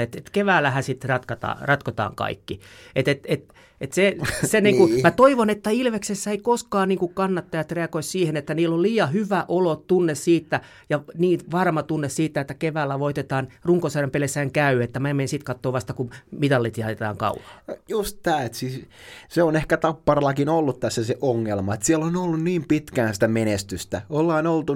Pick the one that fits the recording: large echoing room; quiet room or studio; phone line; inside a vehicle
quiet room or studio